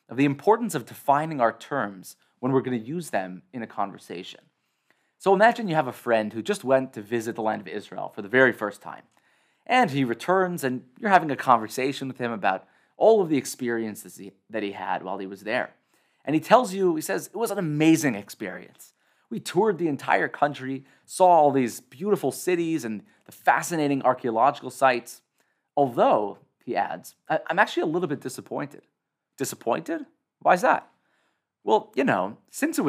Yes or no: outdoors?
no